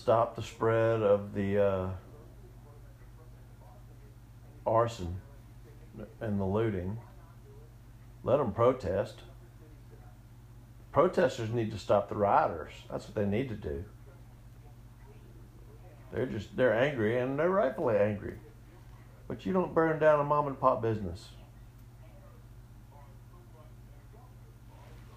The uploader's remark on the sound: audio difference from voice to music, sorry